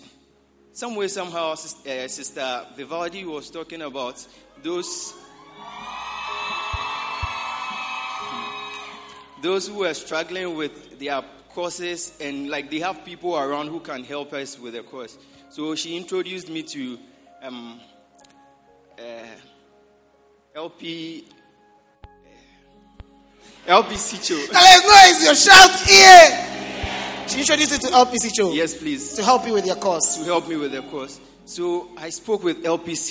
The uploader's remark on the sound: Preached at the Prophetic Encounter Service.